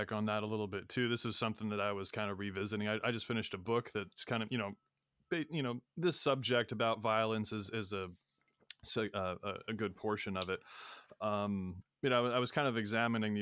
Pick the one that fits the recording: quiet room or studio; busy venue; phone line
quiet room or studio